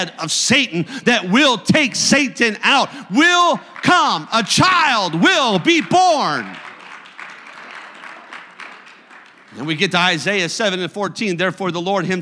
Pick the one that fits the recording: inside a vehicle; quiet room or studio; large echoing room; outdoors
large echoing room